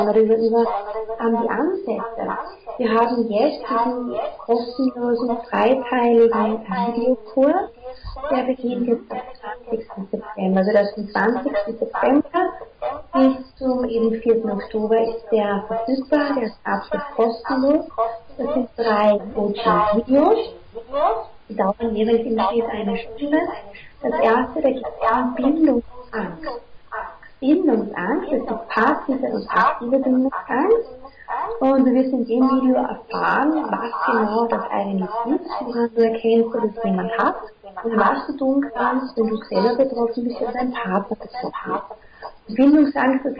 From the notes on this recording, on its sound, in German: Leider hat mir meine neue Software einen Strich durch die Rechnung gemacht und die Tonqualität ist nicht so geworden wie ich sie mir wünschen würde. Wenn du ein Headphone/ Kopfhörer verwendest und nur auf einem Ohr hörst, dann hörst du den Hall nicht .